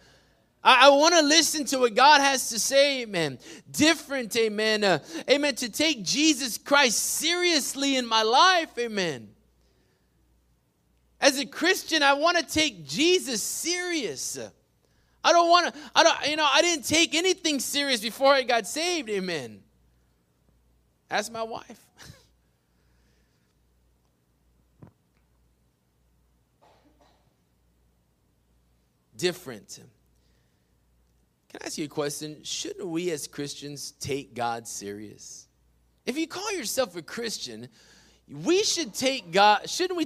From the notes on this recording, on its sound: PREACHED IN WESLACO TX, 6-20-21